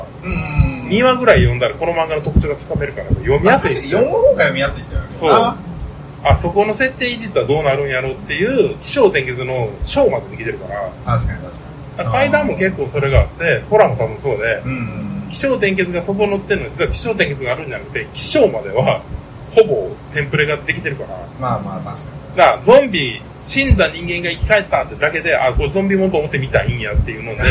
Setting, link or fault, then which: fault, poor sound quality